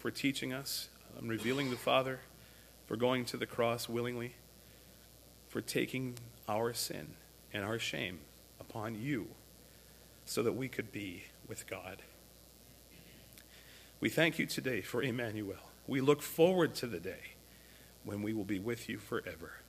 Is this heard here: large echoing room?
yes